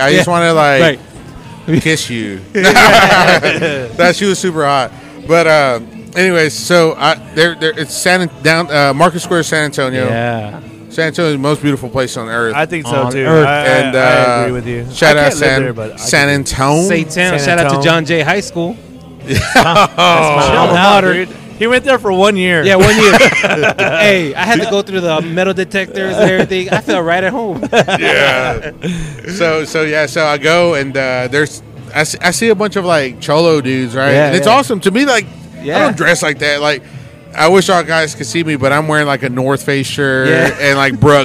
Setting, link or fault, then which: setting, busy venue